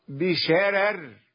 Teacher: إذا وقف ورش على بشرر رقق الراءين معا